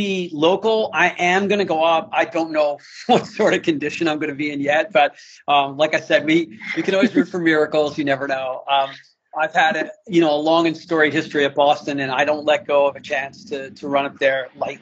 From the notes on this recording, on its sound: This conversation is from an IG live I hosted.